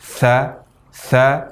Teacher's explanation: ketika mengucapkan huruf tha ini disertai dengan aliran nafas. · Term: hams